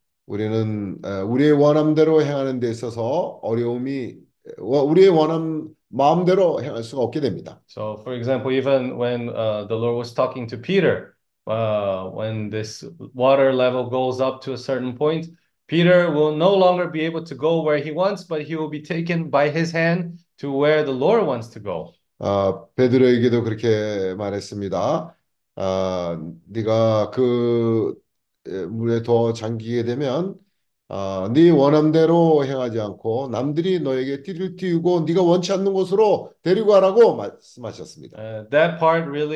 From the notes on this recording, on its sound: zoom meeting